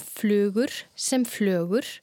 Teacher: Að vera flámæltur á U væri að bera fram flugur sem flögur · Term: flámæli